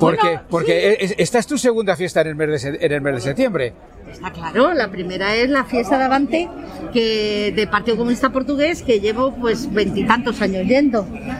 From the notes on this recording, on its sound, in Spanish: las entrevistas que realizamos en directo en la fiesta, celebrada en Rivas Vaciamadrid